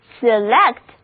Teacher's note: 重音还是放在第二个音节上，第一个 E 发 E 的短音，第二个 E 发 S 的音。